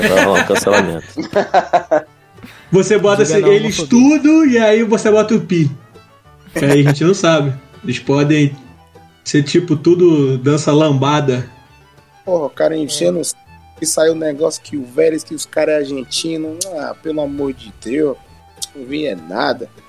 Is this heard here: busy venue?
no